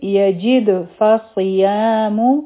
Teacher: دلته کې به په دال باندې قلقلا وشي، ځکه چې په دال باندې سکون دی